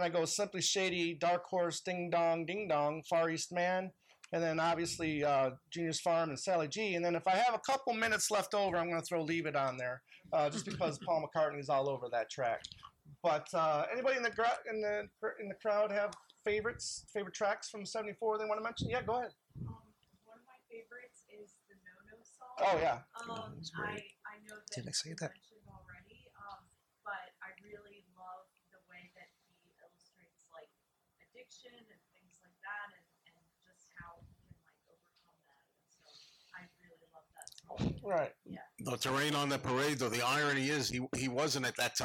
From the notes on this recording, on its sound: Recorded at the NY Fest for … Fans. Recorded live at the TWA Hotel. Apologies for the sound quality: while we were able to plug into the soundboard, the loudness was difficult to adjust.